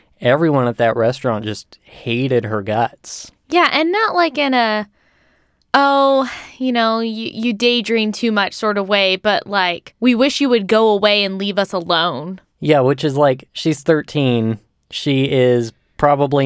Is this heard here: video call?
no